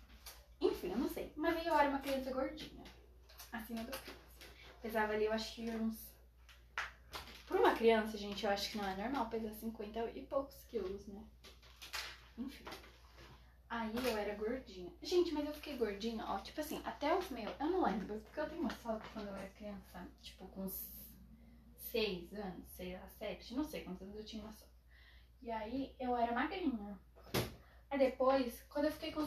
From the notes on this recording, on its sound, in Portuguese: Fiz esse ep de tarde. Desculpem pelos barulhos.